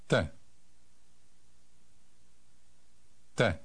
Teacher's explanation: It sounds a little like the beginning of the word take in English, but the slight H sound audible in English is absent in Czech.